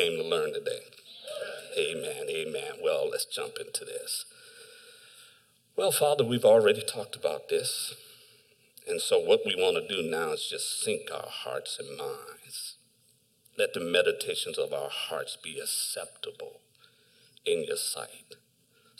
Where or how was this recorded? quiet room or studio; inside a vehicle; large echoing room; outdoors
large echoing room